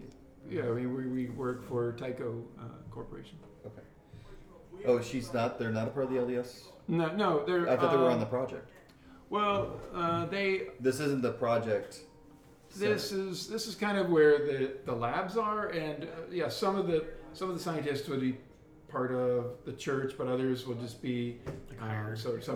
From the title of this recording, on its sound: Live from CondoCon